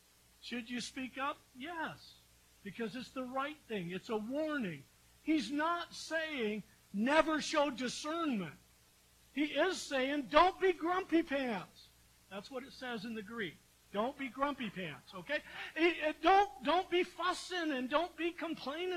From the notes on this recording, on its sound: We apologize for the quietness and lower sound quality of this episode. Due to equipment failure, we weren't able to record the audio directly and had to pull the audio from our live-stream video recording.